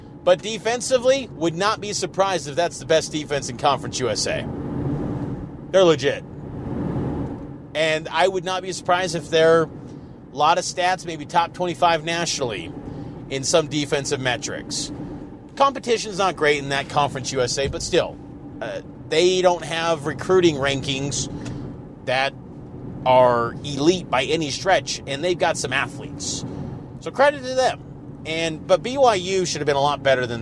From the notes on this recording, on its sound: on his drive home to Salt Lake from LaVell Edwards Stadium in Provo.